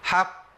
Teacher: بدي زمن زياده شويه، حق، وكاني بجيب قافين، باخد زمن القافين